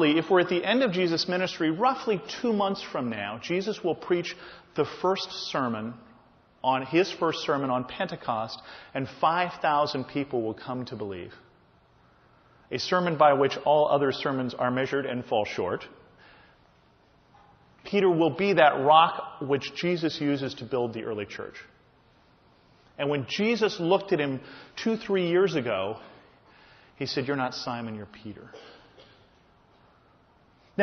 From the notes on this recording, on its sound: This is a sermon I just preached at my home church.